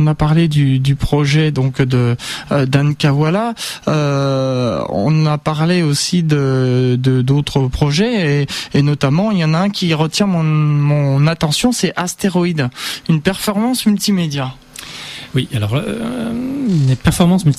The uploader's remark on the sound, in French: par téléphone